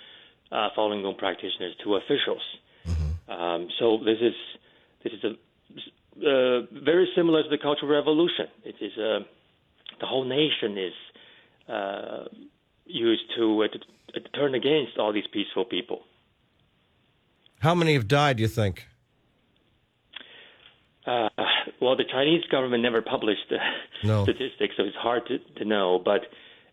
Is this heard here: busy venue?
no